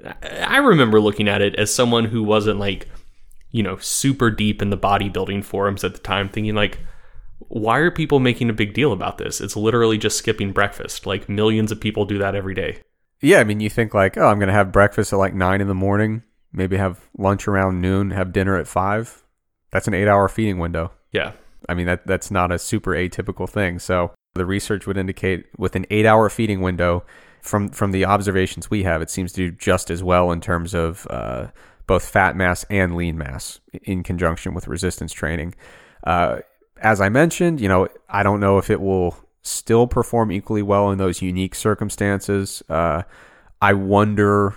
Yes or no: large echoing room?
no